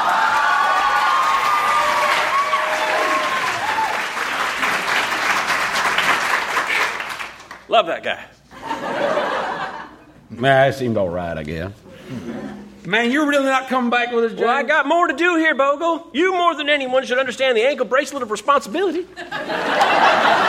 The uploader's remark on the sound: Recorded Live 3/3/2012 at Largo, Los Angeles.